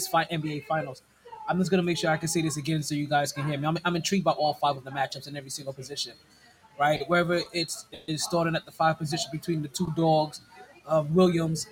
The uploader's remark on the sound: Live From Sharkey’s, Interview in the Rain